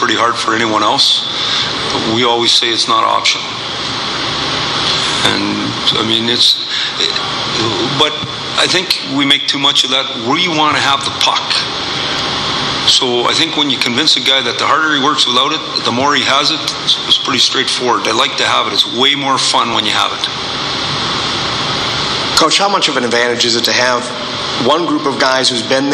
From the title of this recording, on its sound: Stanley Cup Finals, off-day press conference